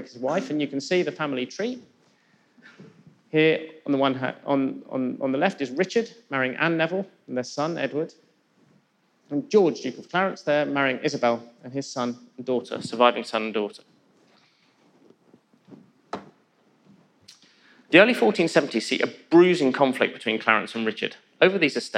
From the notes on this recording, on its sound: In a lecture he delivered at our 2019 BBC History Magazine History Weekend in Winchester